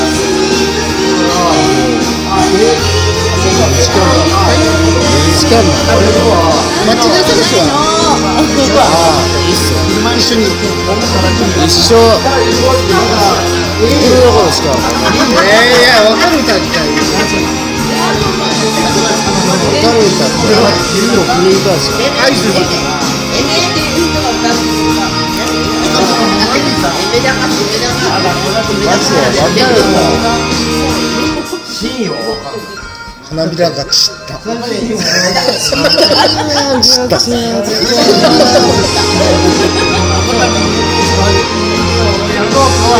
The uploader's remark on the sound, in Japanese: スナック収録。遠別の愉快なセンパイたちとの爆笑トークを隠し録り。